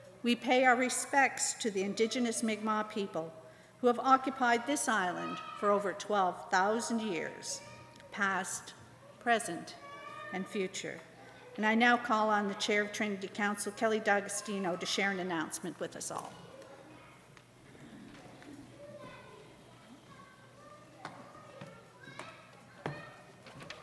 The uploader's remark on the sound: Live worship service